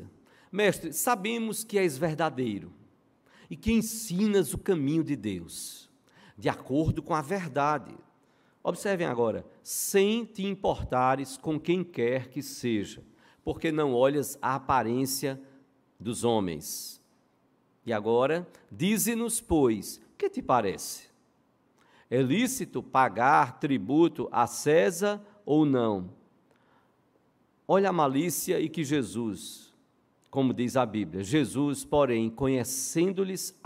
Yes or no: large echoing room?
yes